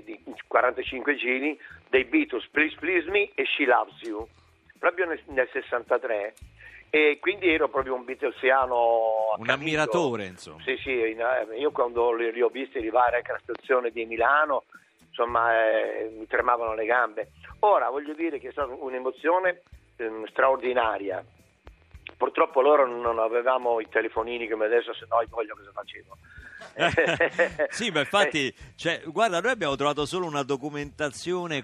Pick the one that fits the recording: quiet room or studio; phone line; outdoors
phone line